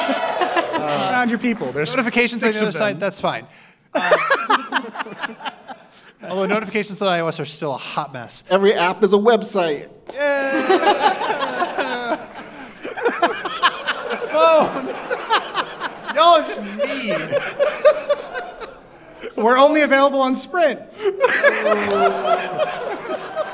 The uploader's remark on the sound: Recorded live in front of an audience in San Francisco after Apple's iPhone X event. The gang also takes questions from the audience.